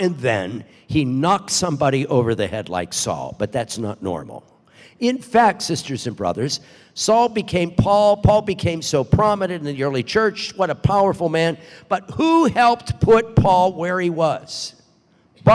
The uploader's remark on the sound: Delivers the homily at the Baccalaureate Mass, celebrating the 66th Commencement Exercises at Franciscan University of Steubenville.